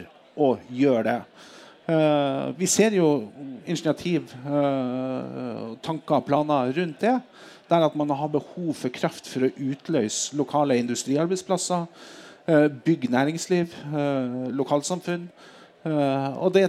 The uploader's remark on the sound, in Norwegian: EnerWE er tilstede på Norges Energidager, en konferanse i regi av NVE som samler nesten 500 deltakere fra energibransjen. Her kjører vi live podcast.